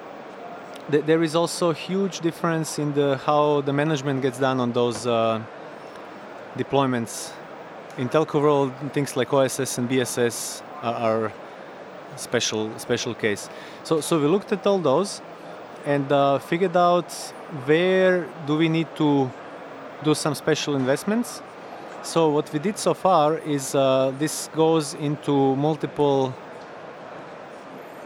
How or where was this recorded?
busy venue